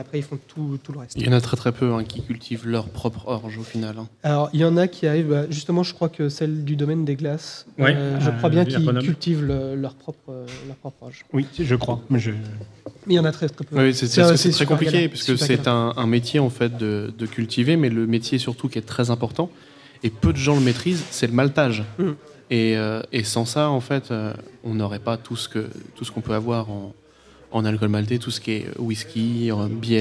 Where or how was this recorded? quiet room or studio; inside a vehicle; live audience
live audience